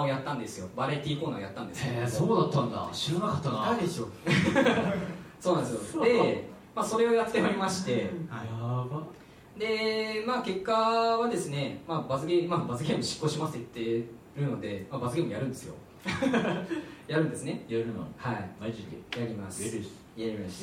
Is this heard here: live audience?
yes